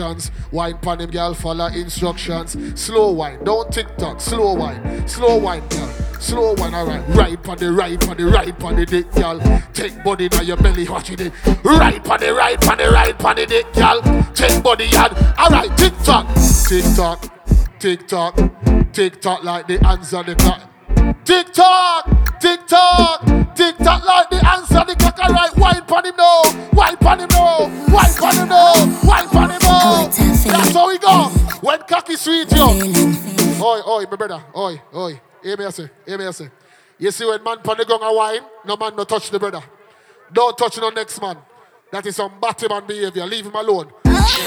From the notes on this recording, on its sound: Live Set at 3WAY. Scala night club, London Uk.